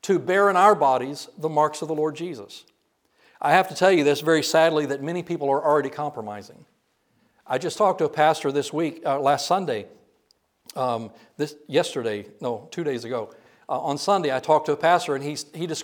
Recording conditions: large echoing room